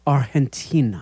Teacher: uses the authentic Spanish G, which produces that breathy H sound